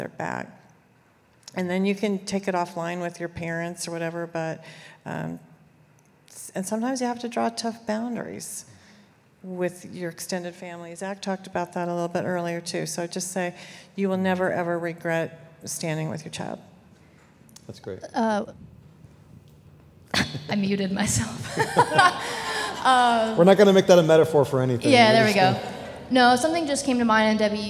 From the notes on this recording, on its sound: 2023 Creating Safe Spaces For LGBTQ+ People Panel. The panel also responded to questions from those in attendance.